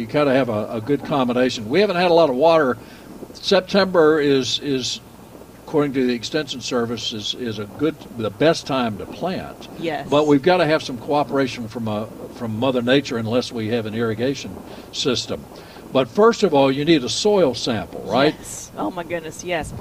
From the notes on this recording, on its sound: broadcasting live from Bell’s Carpet & Floors